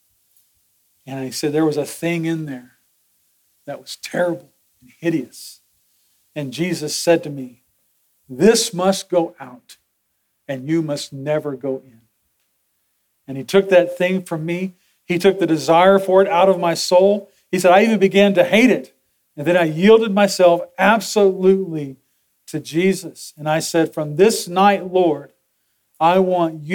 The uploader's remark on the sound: Sermon audio from Sunday, December 3, 2023.